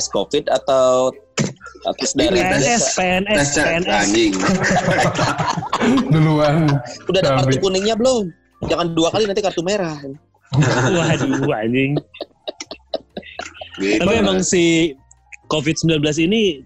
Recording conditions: video call